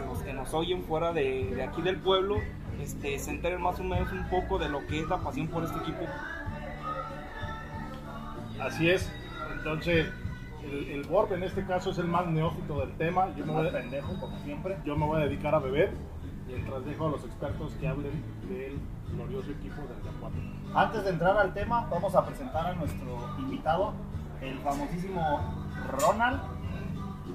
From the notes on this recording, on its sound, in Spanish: grabado en Alas Brasas Irapuato, el mejor bar de alitas de la ciudad